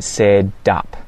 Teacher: And when this happens in Australian English, the T gets hit with a flap instead of a well-enunciated T sound, and it sounds a little bit more like a D.